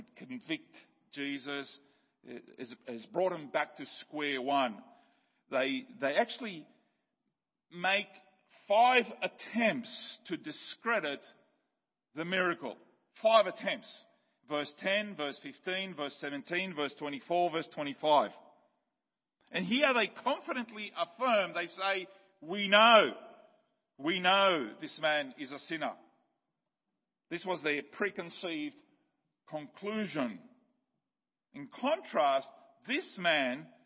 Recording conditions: large echoing room